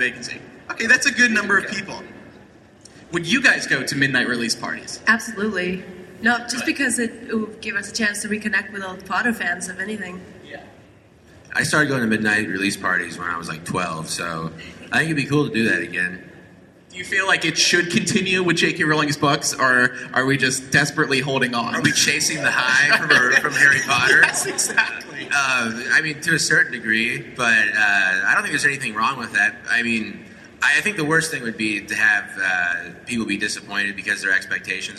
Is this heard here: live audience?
yes